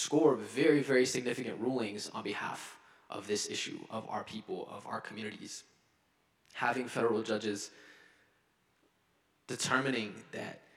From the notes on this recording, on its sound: Delivered convocation at Carleton's Skinner Chapel on Friday, October 6.